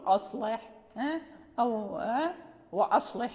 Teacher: فلا بد أن ننطق بالهمزة منسفلة، نقول أصلح أو وأصلح لي في ذريتي مثلا، وأصلح، يعني لابد من الاستفال بالهمزة.